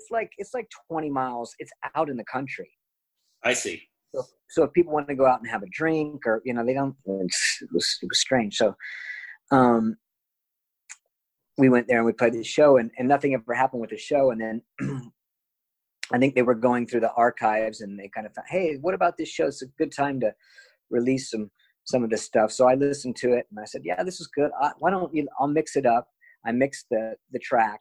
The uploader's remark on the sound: We recorded the conversation during the COVID-19 pandemic over Zoom. In Valencia, Spain and myself in NYC.